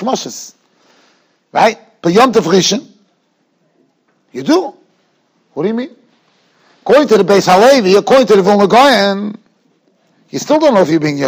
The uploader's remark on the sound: Shiur recorded in Yeshivas Ohr Reuven, Monsey, NY.